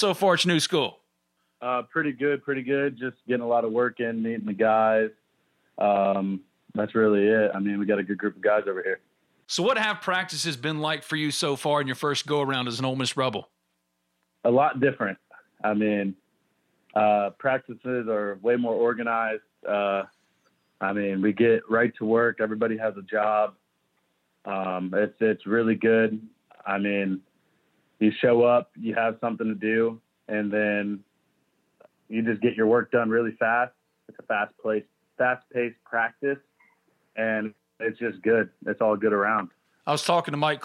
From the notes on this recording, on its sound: joins on the Modern Woodmen phone line